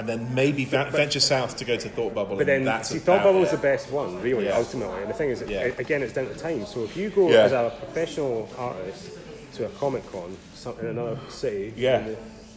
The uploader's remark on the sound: Warning: some mild swearing and background noise!